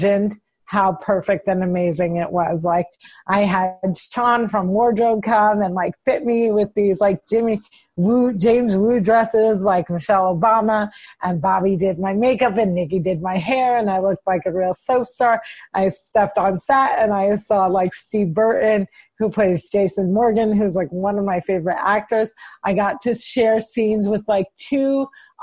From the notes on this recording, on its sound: She connected with me via Zoom during the coronavirus pandemic to check.